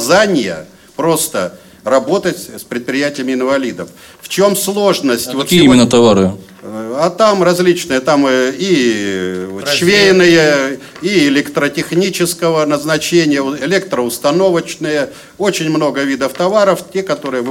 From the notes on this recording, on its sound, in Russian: Полную запись расширенной пресс-конференции. В пресс-центре издания Федерального Собрания Российской Федерации «Парламентская газета».